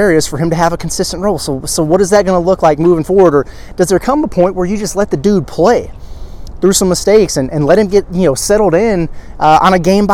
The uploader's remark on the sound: live reaction and takeaways outside Simmons Bank Arena